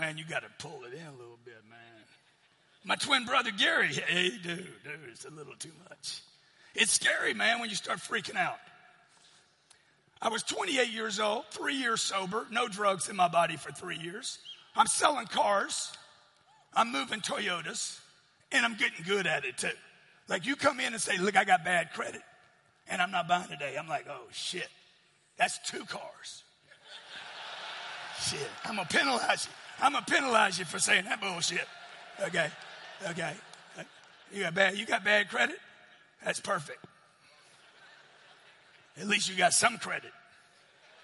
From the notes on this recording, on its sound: Keynote speech from the 10X Growth Conference.